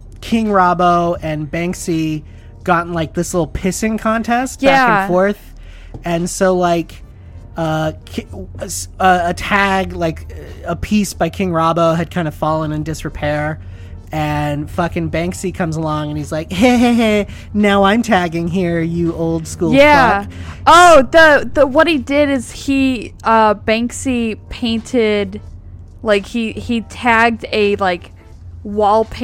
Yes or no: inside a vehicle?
yes